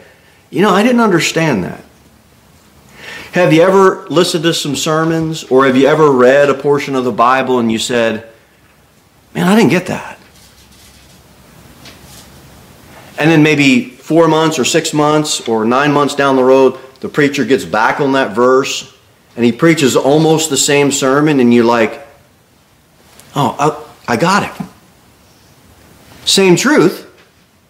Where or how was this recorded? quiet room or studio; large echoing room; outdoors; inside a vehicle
large echoing room